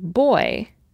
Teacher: What about the Y at the ends of words like boy? Well, oy is another diphthong, consisting of an O-like vowel followed by long E or short I.